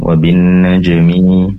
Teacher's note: Mim yang berharokat kasro ini tentunya pendek, tidak dibaca panjang. Tadi terdengar seakan 2 harokat.